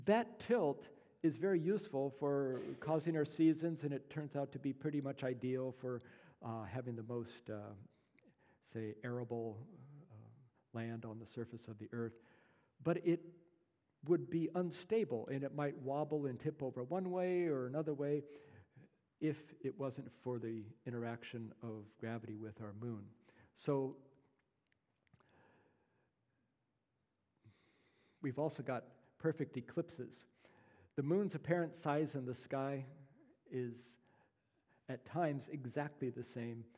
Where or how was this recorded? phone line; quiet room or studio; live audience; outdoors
live audience